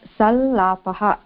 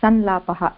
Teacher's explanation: तत्र ला इत्यस्य सवर्णः इदानीं ल चन्द्रकलबिन्दुसहित ल इति भवति · Shown in: first take · तदर्थम् अनुस्वारस्य स्थाने सल्लापः इति रूपं भवति, विकल्पेन अनुस्वारसहितं संलापः इति अपि रूपद्वयं भवति.